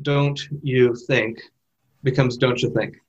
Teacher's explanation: the T of don't changes a little bit in front of the U, the Y sound of U, and becomes the affricate ch